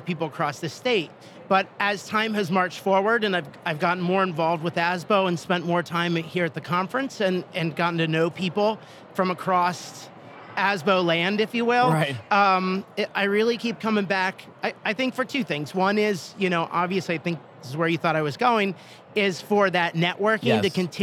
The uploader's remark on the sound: Today’s episode is live on the expo floor of the 2023 Annual Conference and Expo